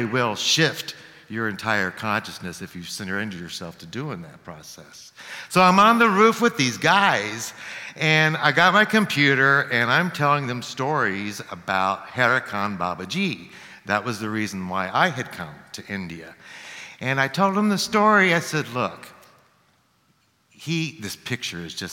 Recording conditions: live audience